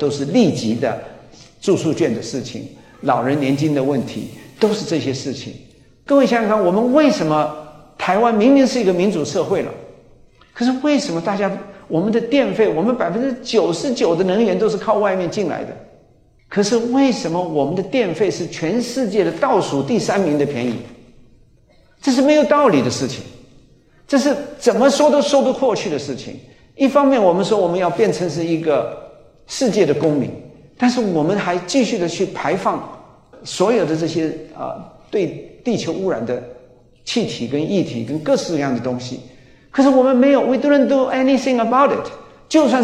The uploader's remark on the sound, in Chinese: 高雄新書演講會現場錄音